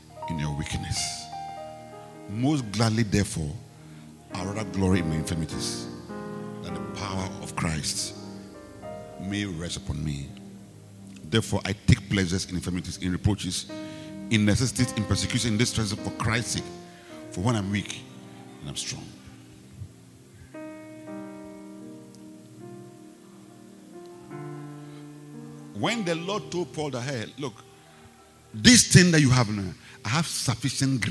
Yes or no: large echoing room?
yes